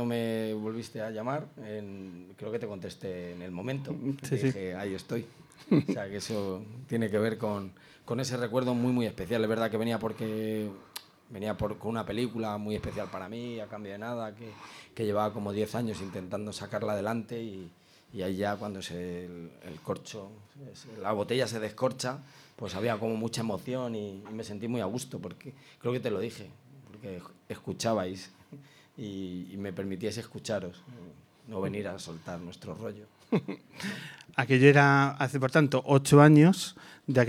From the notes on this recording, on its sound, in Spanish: grabando sobre el escenario de la Sala Vesta de Madrid